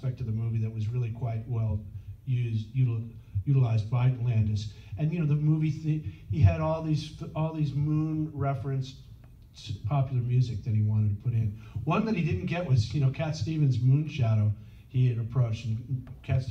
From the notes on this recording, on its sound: Panel interview. Recorded at Days of the Dead Chicago on April 9, 2021.